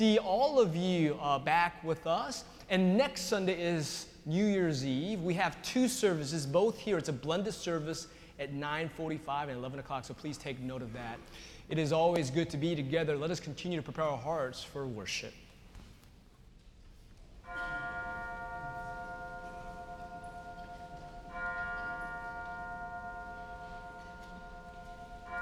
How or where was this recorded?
large echoing room